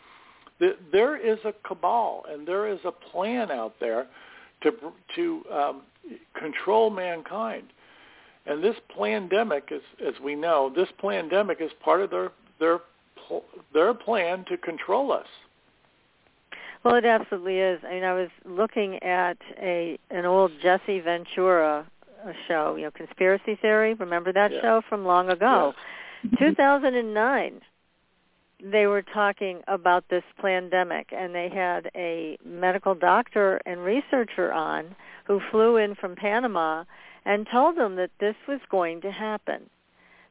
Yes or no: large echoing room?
no